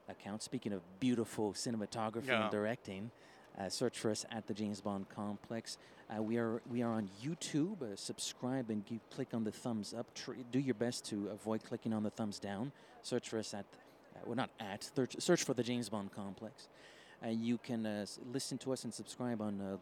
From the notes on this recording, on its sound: We recorded in the train on our way to Toronto for the Casino Royale in concert event.